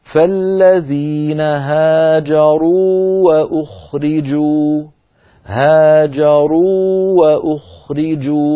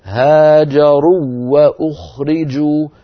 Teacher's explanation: لا إدغام للواو الأولى في الواو الثانية، لأن الواو الأولى مدية وحرف المد لا يدغم · Shown in: first take · لأنه إن أدغم زال المد.